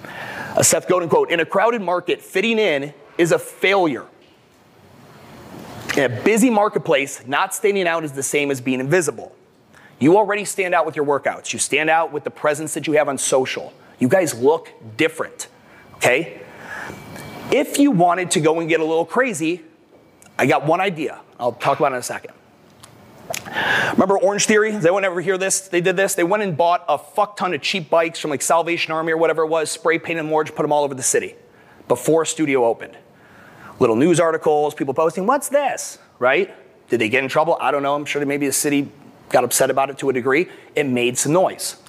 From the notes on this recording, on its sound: the keynote I gave at the 2022 MADabolic Franchise Conference